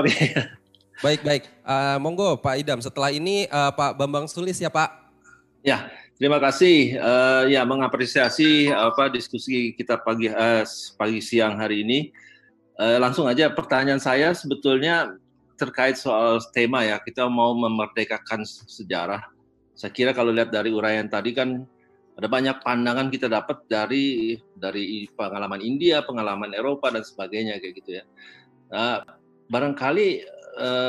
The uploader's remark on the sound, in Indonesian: rekaman diskusi bersama di dalam acara Diskusi Sambil Ngopi di Rumah Aja Kita yang telah diadakan oleh Pusat Penelitian Arkeologi Nasional secara daring melalui platform Zoom